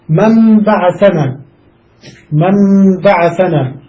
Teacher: النون قلبت ميما عند لقائها ساكنة مع الباء · Term: إقلابا